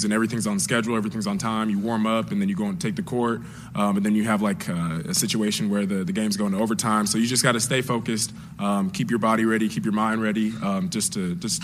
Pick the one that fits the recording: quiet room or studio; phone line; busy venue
busy venue